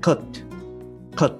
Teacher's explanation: 口はあんまりこう開けずに、喉の奥の方で発音するっていう音になります